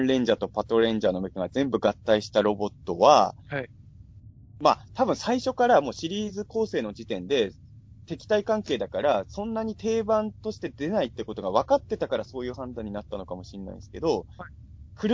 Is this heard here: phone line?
no